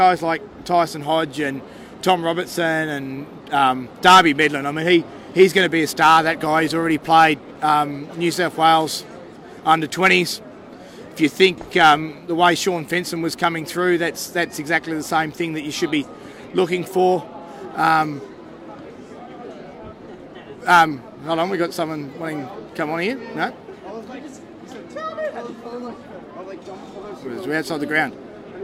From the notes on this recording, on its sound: The Greenhouse Live - 2019 Jersey Flegg Grand Final - Canberra Raiders V South Sydney Rabbitohs. The Canberra Raiders appeared in the 2019 Jersey Flegg Grand Final at Western Sydney Stadium... The Greenhouse Live was there on location right after the clash with the South Sydney Rabbitohs.